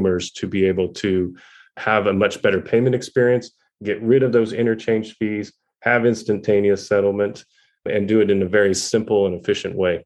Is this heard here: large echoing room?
no